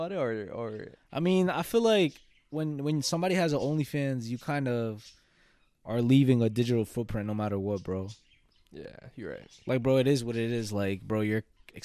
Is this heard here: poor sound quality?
no